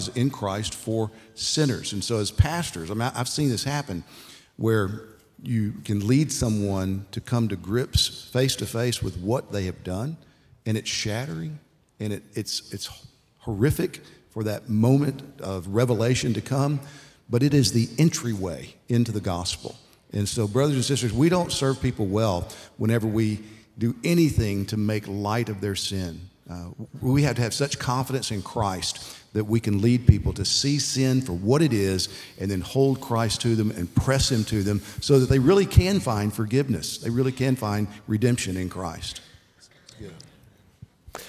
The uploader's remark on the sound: Biblical Anthropology" national conference in Southwest Florida.